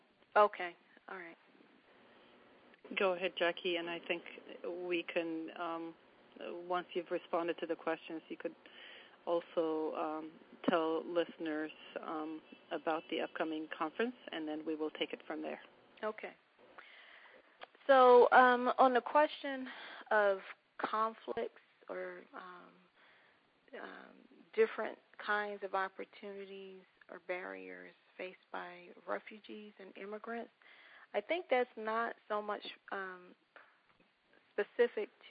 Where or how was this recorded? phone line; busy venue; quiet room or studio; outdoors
phone line